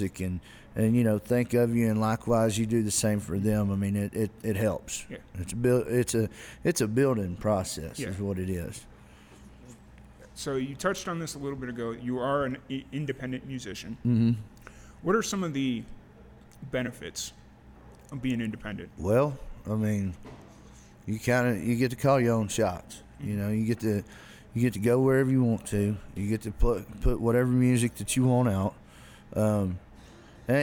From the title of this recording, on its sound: Live at the Liberty